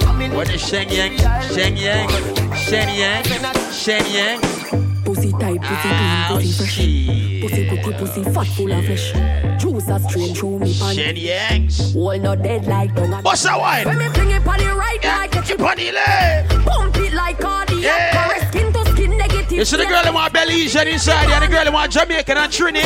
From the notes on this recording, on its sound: LIVE AT RUMPUNCH BRUNCH